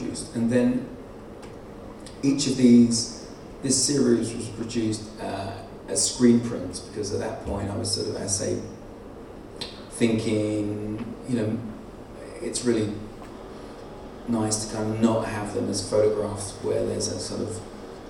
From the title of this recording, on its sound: lecture at the 2018 London Original Print Fair